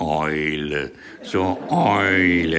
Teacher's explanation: Also er färbt das E vom Wort Ei in einen dunklen Vokal.